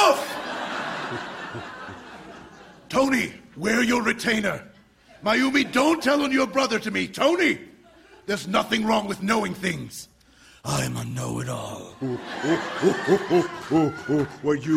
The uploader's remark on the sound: Recorded Live 6/14/2014 at Largo, Los Angeles.